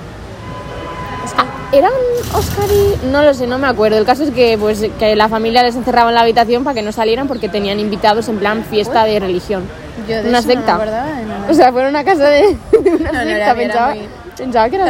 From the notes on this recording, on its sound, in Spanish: Ha sido una conversación normal entre nosotras en una terracita con muchas risotas y nuestras así que perdón por el ruido de fondo.